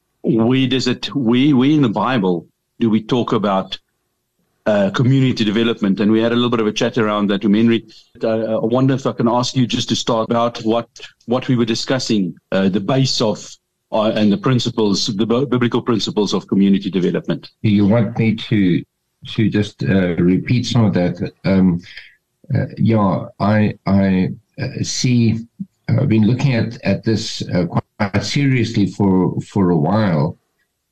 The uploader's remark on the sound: The Transformation Table Zoom Meeting on the 13 Jul 2023